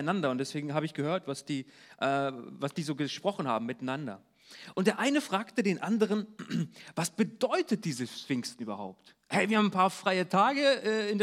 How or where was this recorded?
large echoing room